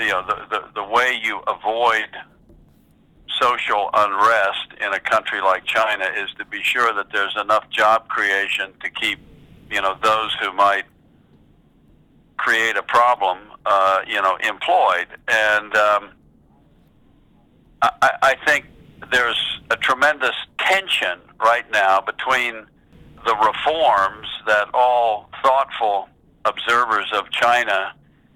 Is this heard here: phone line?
yes